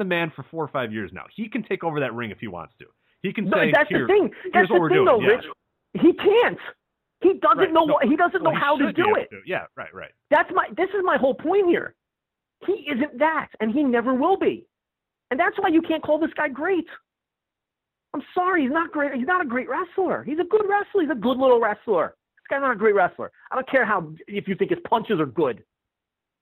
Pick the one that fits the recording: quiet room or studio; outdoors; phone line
phone line